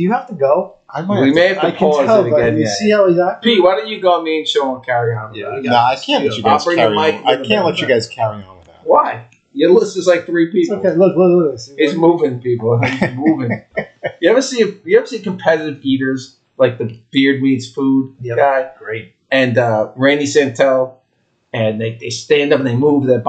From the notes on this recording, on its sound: this is the final episode with the audio issues so we apologize in advance.